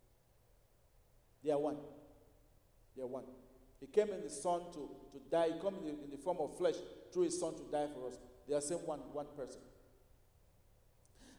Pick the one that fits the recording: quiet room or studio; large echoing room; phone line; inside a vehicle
large echoing room